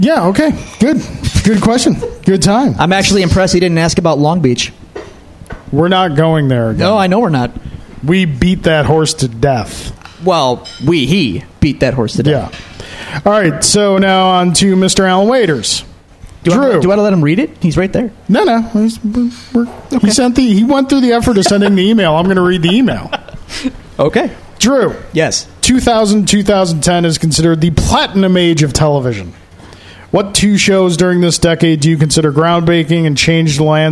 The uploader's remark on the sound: LIVE at Daily Planet Coffee to celebrate 100 episodes and taking audience questions